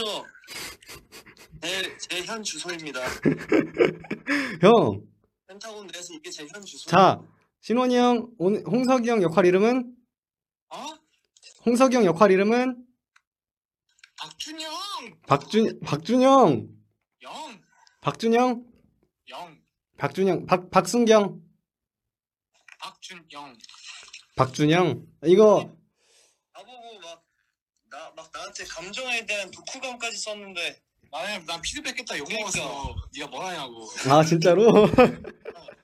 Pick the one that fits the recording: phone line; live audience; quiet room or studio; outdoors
phone line